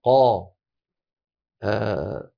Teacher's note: القاف من أقصى اللسان مع ما يحاذيه من الحنك اللحمي